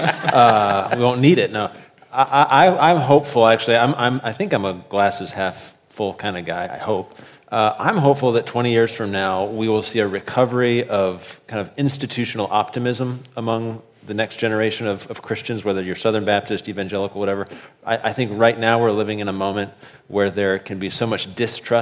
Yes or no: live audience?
yes